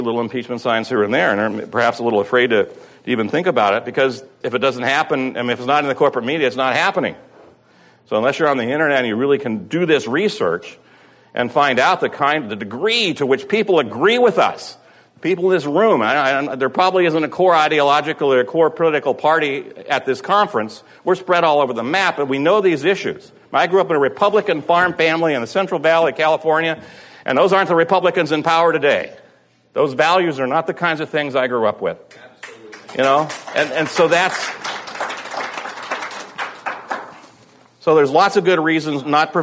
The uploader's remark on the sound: at the June 4th, 2006 "9/11 Education and Strategy Conference" in Chicago